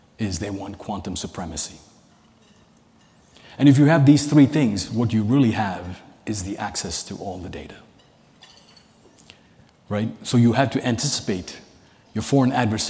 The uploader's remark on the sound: a keynote session from ACT-IAC's 2023 Emerging Technology and Innovation Conference